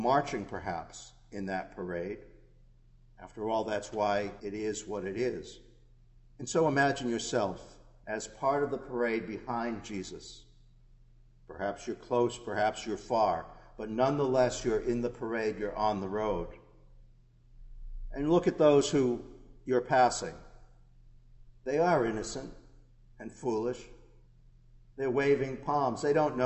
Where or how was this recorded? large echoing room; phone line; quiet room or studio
large echoing room